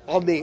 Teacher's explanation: it's not quite a patach, but there's a little bit of a guttural before you say the word · Term: chataf patach